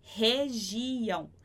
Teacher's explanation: esse R no início da palavra em português a gente vai pronunciar ha.